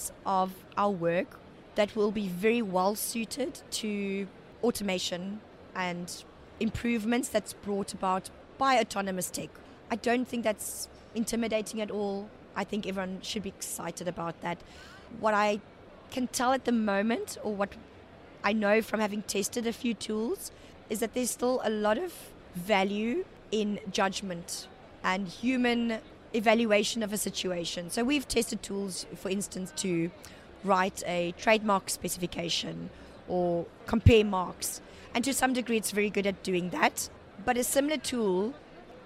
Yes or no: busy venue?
yes